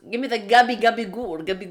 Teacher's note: these East Coast Americans, like, they cut off the last vowel